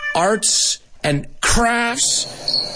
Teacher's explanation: I'll put the emphasis on the word craft